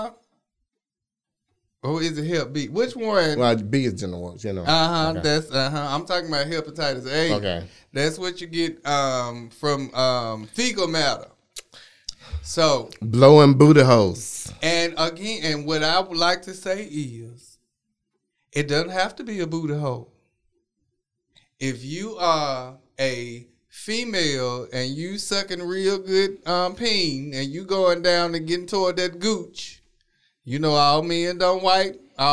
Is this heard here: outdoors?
no